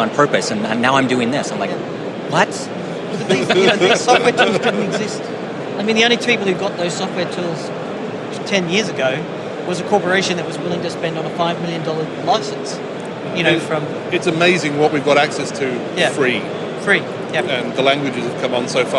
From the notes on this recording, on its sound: While Packet Pushers were covering the Barcelona HP Discover conference and we got together with some of the folks attending the event on the show floor.